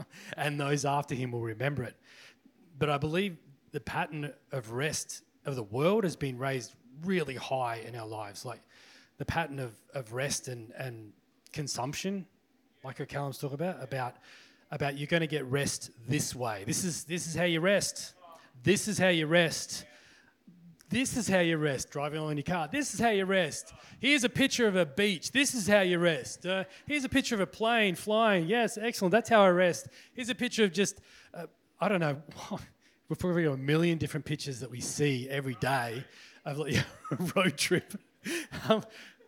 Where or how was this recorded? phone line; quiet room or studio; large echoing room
large echoing room